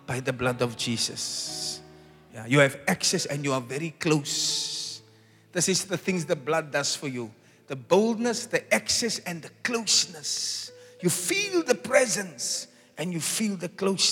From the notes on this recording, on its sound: Preached at the Zion Sanctuary, Cape Town